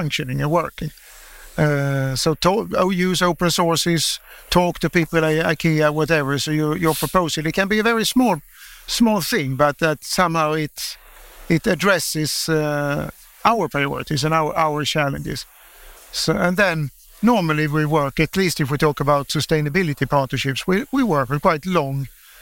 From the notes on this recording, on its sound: The audio for this episode was recorded live during the international world congress for architects UIA23, at the FSC Lounge supported by EU Life programme.